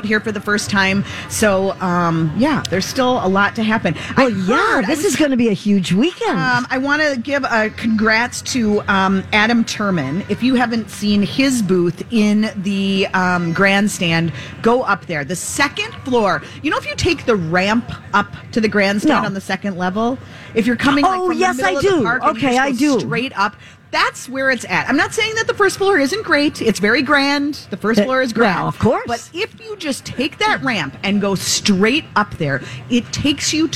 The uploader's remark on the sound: State Fair Saturday. Live at the MN State Fair.